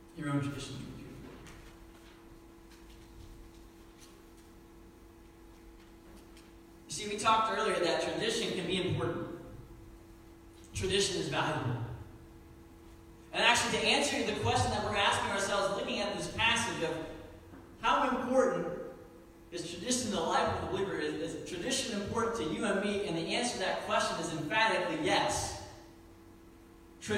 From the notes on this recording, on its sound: Sermon was preached September 29, 2019 at Meadville Church of the Nazarene